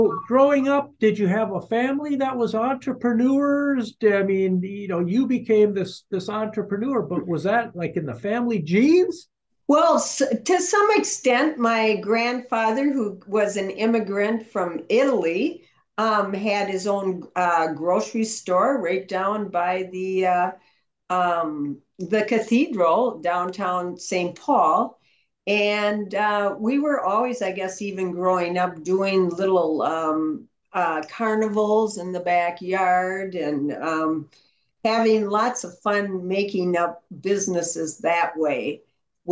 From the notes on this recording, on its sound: A Zoom sit-down conversation